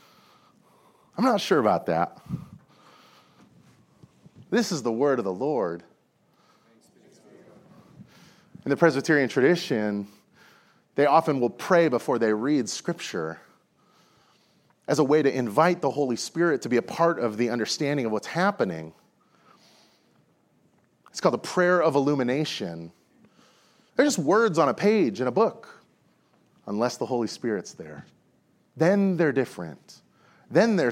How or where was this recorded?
large echoing room